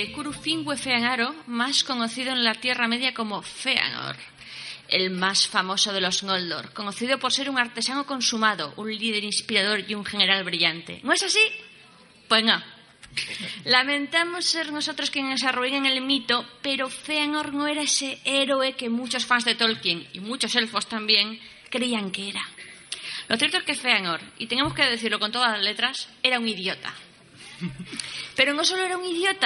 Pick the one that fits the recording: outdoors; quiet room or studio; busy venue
busy venue